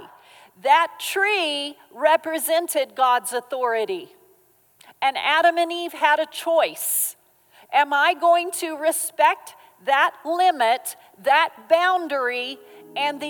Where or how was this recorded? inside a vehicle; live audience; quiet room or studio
live audience